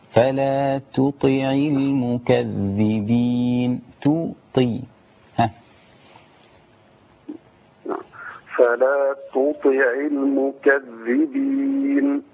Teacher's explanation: انا عايز اخلي التاء مضمومه رقيقه والطاء مكسوره في ادنى مراتب التفخيم بس تحافظ على تفخيمها